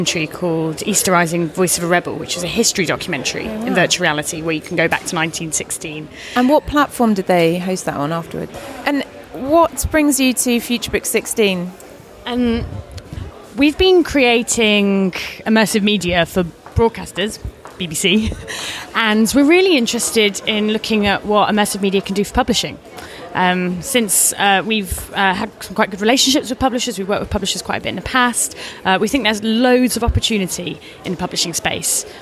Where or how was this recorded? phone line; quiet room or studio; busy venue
busy venue